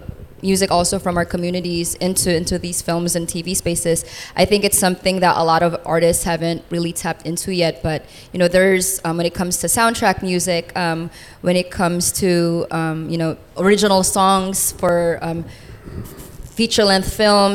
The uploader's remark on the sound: Live at 4E Sydney Hip Hop Conference. Live at Leo Kelly Blacktown Arts Centre.